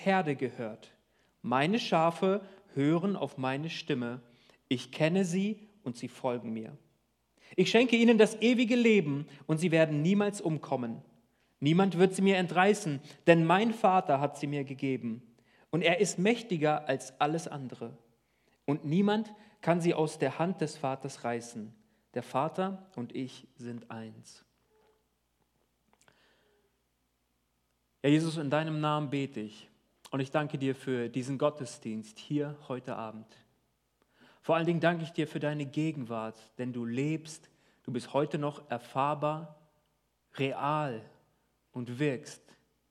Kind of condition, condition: setting, large echoing room